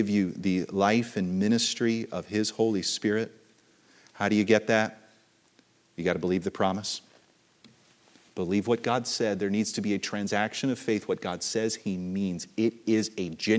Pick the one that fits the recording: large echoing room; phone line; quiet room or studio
large echoing room